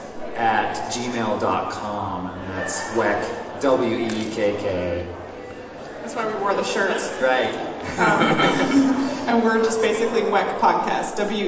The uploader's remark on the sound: NerdCon Podcasting Panel. It is a convention, so there’s a lot of background noise, and we picked up some additional conversations, but I think you can hear everyone pretty clearly.